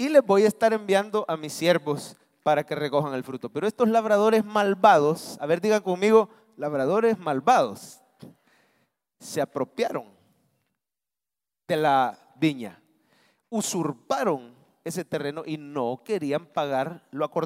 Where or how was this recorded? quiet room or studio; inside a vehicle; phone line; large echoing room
large echoing room